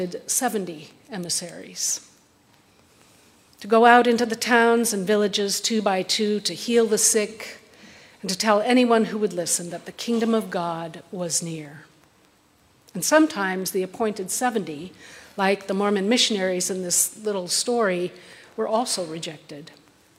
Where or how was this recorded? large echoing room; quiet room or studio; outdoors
large echoing room